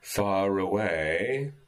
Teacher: far away was close enough that I couldn't tell whether the R was part of far or part of away · Term: linking R